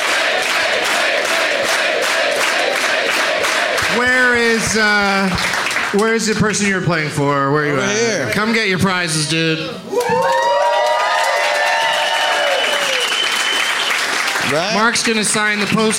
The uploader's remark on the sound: Live from Comedy on State in Madison